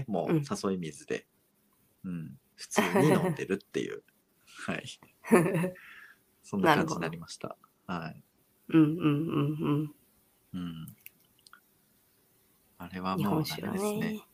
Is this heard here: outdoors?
no